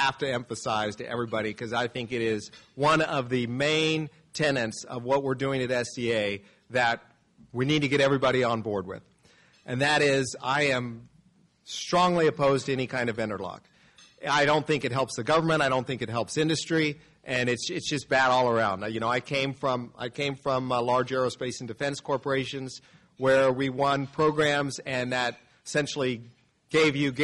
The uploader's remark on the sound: Spacepower Security Forum 2023 | Lunch Keynote. Army Navy Country Club, Arlington, VA.